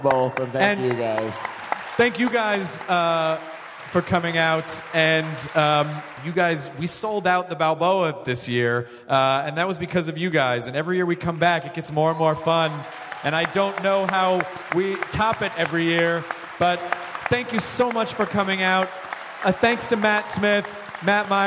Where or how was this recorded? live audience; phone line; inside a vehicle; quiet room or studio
live audience